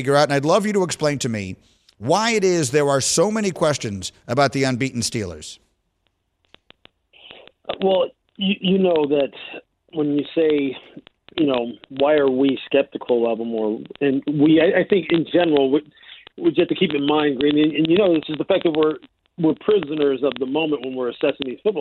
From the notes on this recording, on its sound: takes your phone calls